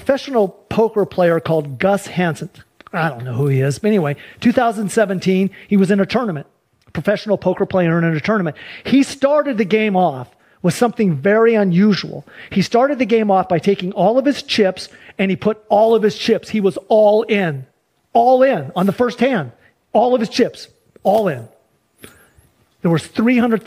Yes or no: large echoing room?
yes